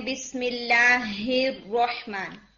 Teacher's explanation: جو لیٹر ہا ہے اس کے اندر ہوا کی آواز آنی چاہیے، یعنی ہمس ہونی چاہیے، ایئر بلو ہونی چاہیے